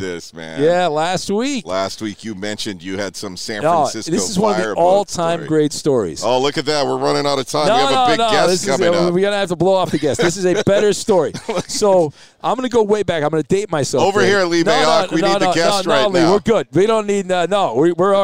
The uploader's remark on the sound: Live from Super Bowl Row